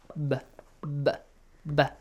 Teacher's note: When you say بَا، the lips touch one another, yes? But you gotta bounce it.